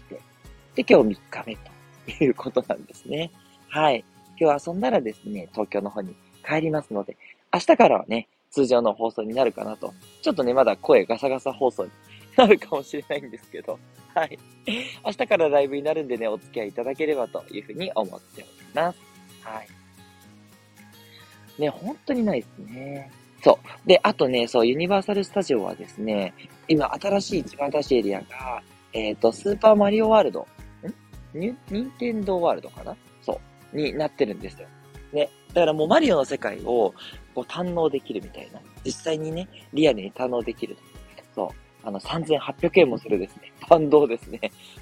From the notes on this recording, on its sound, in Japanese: 真夜中のUSJ：ユニバーサルスタジオジャパン入口から。今日も、大阪旅行中のため、残念ながら収録で・・・。行き当たりばったりで収録となりました。